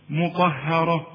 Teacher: الراء مفخمة والطاء كمان مفخمة، ها، لكن اله هي المرققة